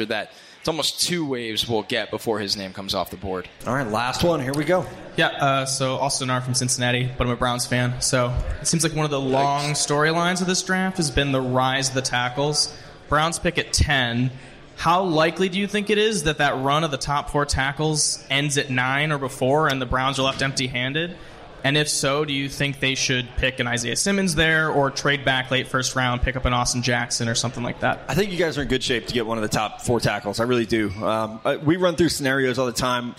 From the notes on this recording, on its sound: back at TwoDeep Brewery in Indy for a special live NFL Combine show